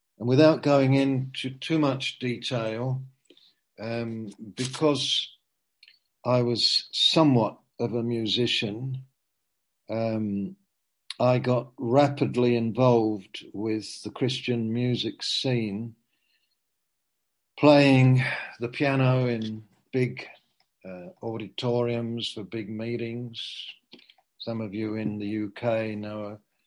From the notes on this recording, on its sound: Q & A (Zoom). Teign Valley Sessions.